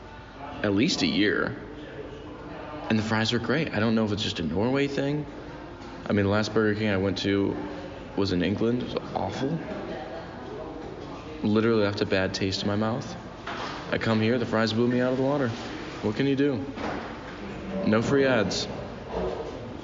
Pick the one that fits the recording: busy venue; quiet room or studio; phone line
busy venue